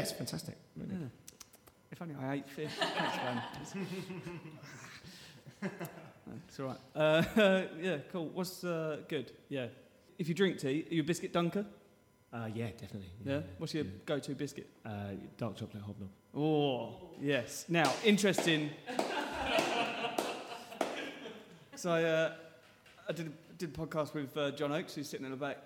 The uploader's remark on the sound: the first EVER live recorded episode of The Comedian's Tea Party